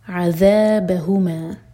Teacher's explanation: ज़ाल ज़बान ऊपर वाले दांतों को टच करेगी